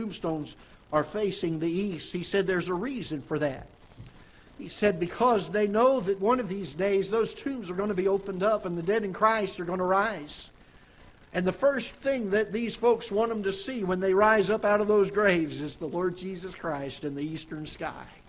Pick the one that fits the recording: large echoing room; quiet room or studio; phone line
large echoing room